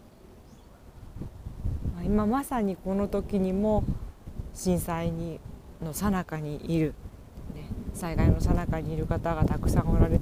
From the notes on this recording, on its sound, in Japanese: 無編集。ため息、雑音多め、なにとぞお許しください！